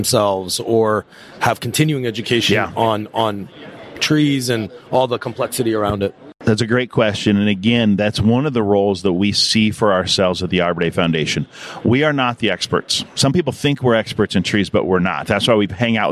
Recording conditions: busy venue